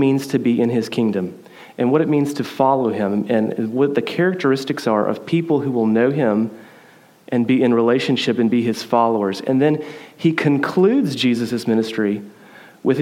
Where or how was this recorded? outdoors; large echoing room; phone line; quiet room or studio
large echoing room